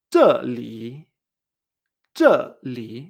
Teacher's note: Después la 4-3, que baja y hace este tono curvo